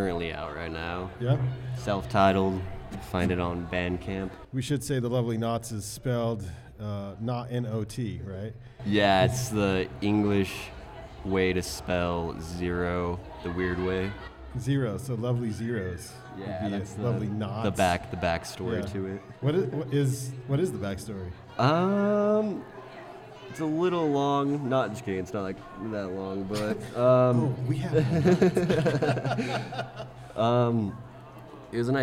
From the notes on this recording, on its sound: Van Sessions at The Monarch. As recorded LIVE at The Monarch Building in the heart of Ogden’s Nine Rails Arts District , this is a four-song acoustic set.